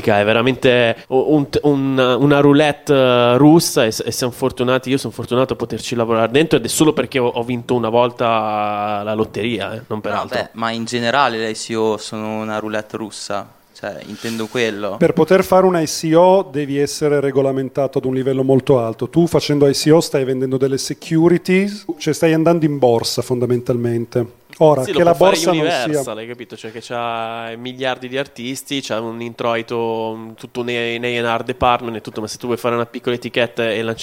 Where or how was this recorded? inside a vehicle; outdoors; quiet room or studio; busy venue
busy venue